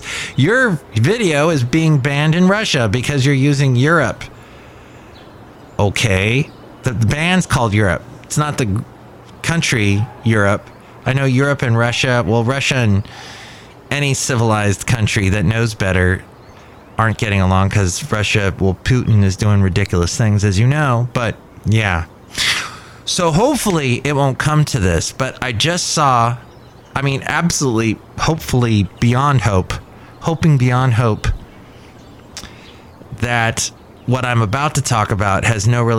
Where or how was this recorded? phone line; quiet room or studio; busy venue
busy venue